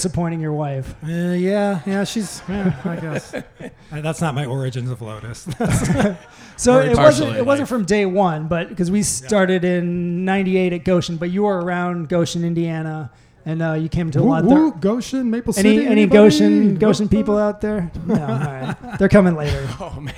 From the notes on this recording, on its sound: This episode was recorded live at the Summerdance Festival.